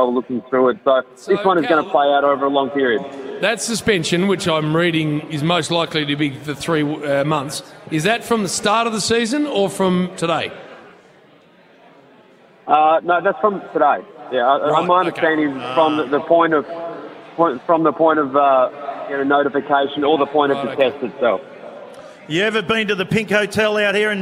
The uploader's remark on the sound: broadcasting live from the Pink Hill Hotel in Beaconsfield - and she's a massive crowd!